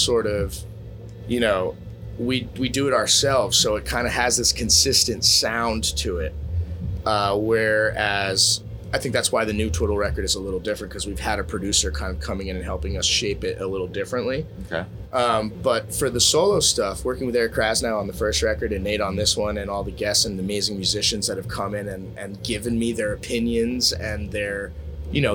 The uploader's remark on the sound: backstage at the High Sierra Music Festival